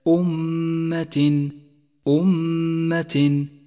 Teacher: تتبع ما بعدها. ثم لاحظ حرف الغنة في كلمة أمة أمة، ميم مشددة يجب عليك أن تقف عليها بغنة زمنها حركتان